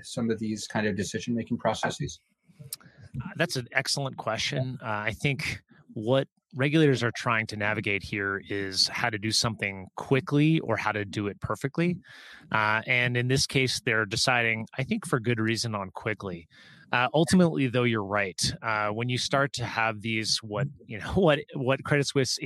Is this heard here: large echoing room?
no